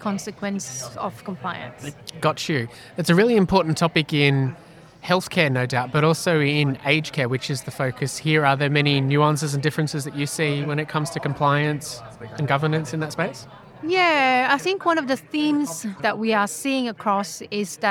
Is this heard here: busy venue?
yes